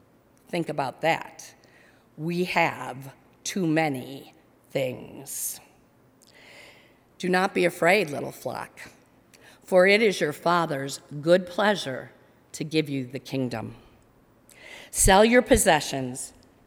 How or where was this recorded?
large echoing room